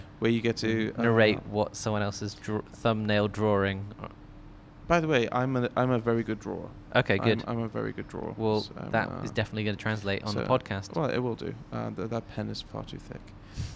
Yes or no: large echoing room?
no